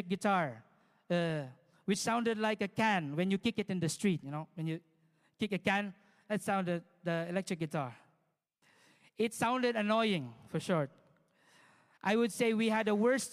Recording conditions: large echoing room